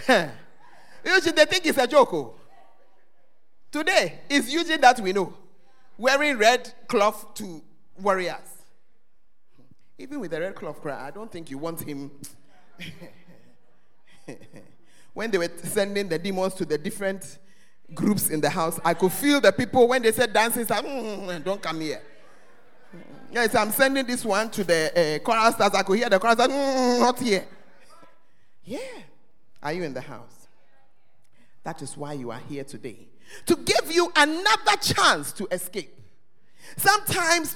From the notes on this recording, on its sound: Preached at First Love Center Ayeduase.